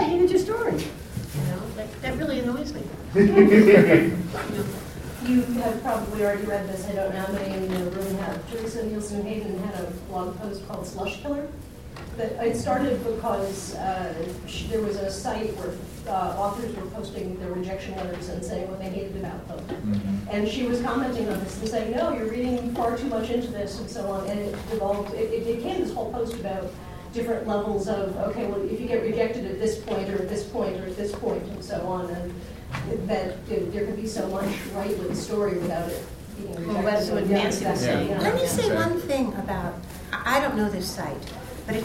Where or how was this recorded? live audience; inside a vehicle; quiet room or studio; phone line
live audience